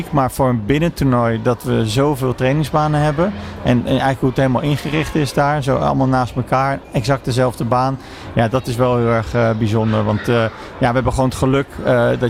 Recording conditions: busy venue